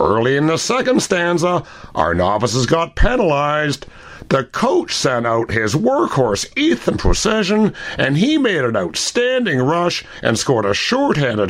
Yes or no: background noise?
no